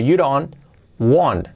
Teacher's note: La D como resuave, you don't, y la T de don't lo omitimos